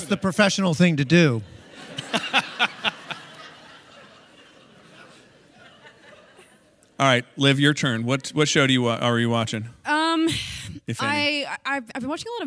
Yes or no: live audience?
yes